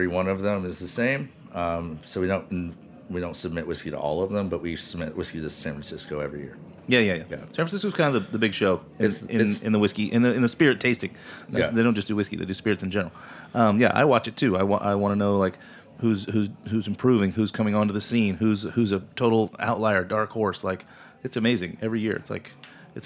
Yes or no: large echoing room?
no